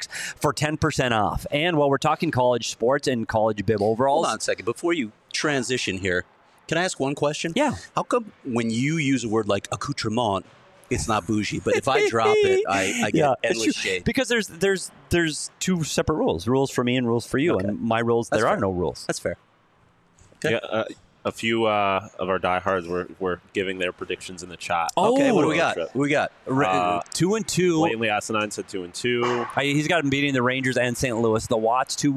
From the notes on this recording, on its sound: live at the Ice Den in Scottsdale